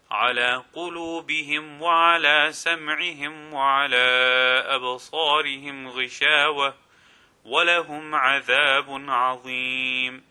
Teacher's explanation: mim will be pronounced clearly and there will be no lengthening sound · Term: mim sakin